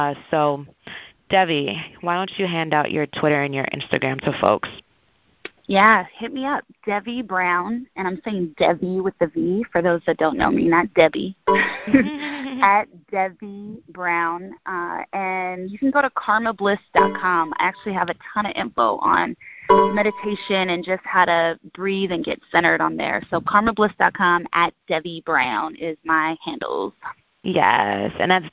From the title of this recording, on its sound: Call recording